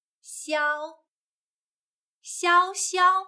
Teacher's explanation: 和坡的发音，波是没有气流出来的，坡是有气流出来的。现在我再拿这张纸给大家演示一下，波，波，北，北，坡，坡，飘，飘。第五个，风，它的声母 f，发这个音的时候，我们的上齿要咬住下唇，请大家跟我一起读 f，f，f。韵母 n，发这个音的时候，声音要从鼻子里面出来，跟我一起读，n nn。这里我们读风，不是读分，北风。北风 means northwind。最后一个萧，它的声母还是西，大家还记得西是怎么发音的吗？舌尖抵住下牙，舌头的中部靠近硬腭，留出一条窄窄的缝隙，让气流出来